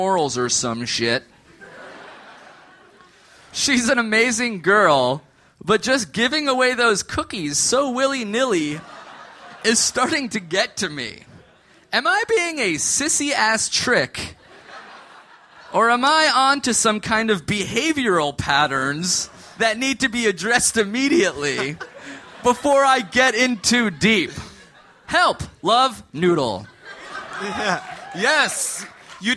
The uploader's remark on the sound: Live from Austin! Live from Austin, Texas!